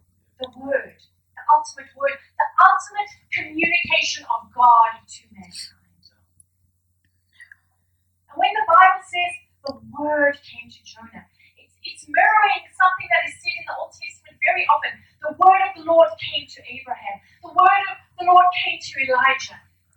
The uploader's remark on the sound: We apologise for the poor audio quality.